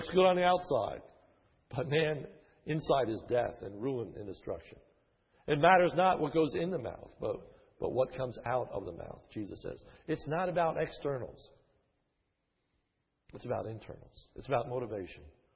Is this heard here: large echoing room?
yes